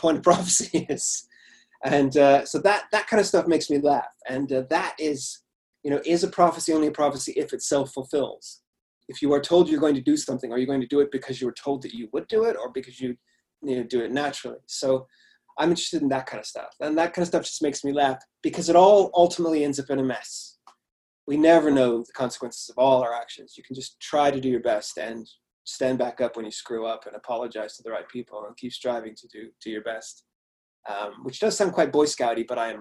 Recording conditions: video call